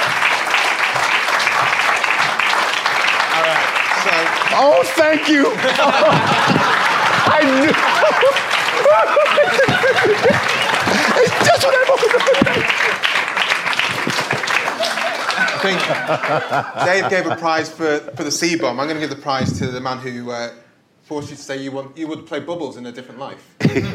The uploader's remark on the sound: We recorded this as part of the London Podcast Festival in 2018 in front of a SELL OUT audience. Helped by questions from the audience.